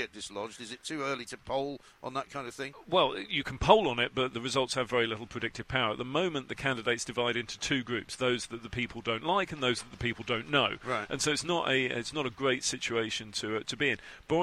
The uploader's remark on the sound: came live from College Green